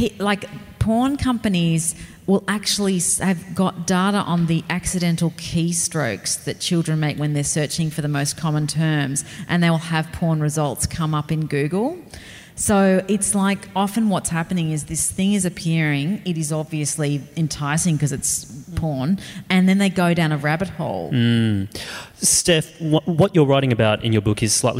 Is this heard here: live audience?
yes